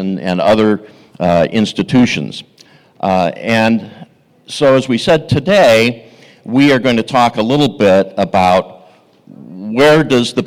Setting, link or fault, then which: setting, live audience